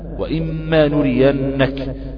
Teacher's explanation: إدغام بغنة، لأن النون الساكنة أتى بعدها الميم، وسيتم إن شاء الله تشديد هذا، تشديدها حرف الميم، ويرتفع عنه اللسان ارتفاع واحدة إذ أن النون دخلت في الميم